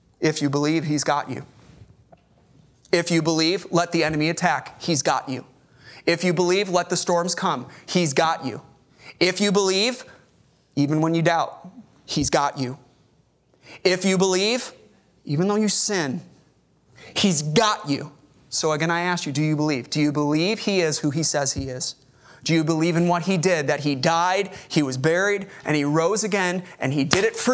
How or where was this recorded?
large echoing room